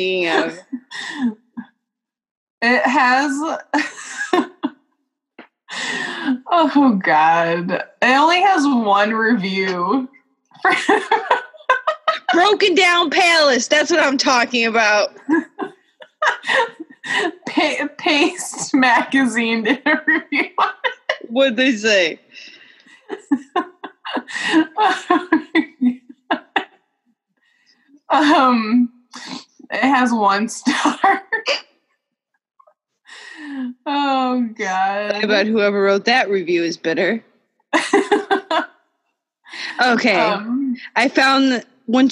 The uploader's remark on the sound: Taking it back to the ole’ Zoom chat this week so forgive any audio difficulties. Technology scorns us during this pandemic.